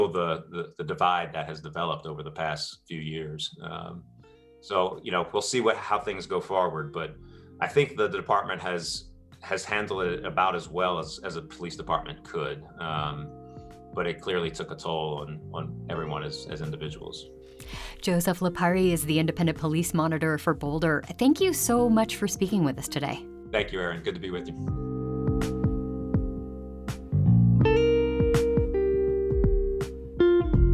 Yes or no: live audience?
no